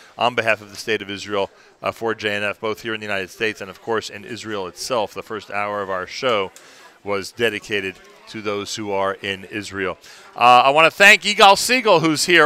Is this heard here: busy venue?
yes